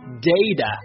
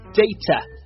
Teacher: 第二个这个辅音呢是 t，但是呢如果是美音呢一般会浊化成 d · Shown in: first take · ，一般是读成 data 而不是 data， data 呢就是英式的发音，注意一下英式发音 t 不浊化，data，美式发音 t 浊化，data，这个词呢就可以表示手机流量的意思，它最常用的意思呢是数据，比方说数据库呢就叫做 database 就是数据库，但是呢一旦用到手机方面就是手机流量的意思。好，我们再去看一下。 Oh no, I'm out of